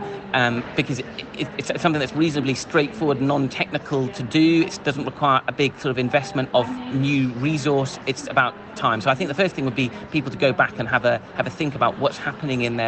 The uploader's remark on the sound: live from Copenhagen, Denmark, for the 33rd European Congress of Clinical Microbiology & Infectious Diseases (ECCMID 2023)